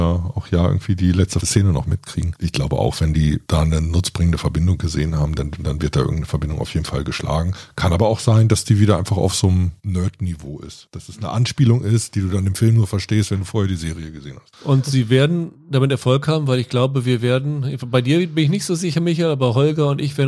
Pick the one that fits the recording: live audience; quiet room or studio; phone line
quiet room or studio